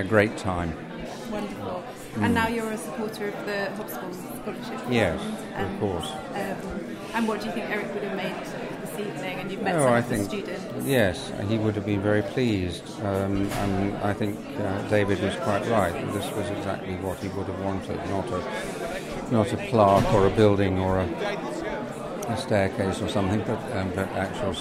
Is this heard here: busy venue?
yes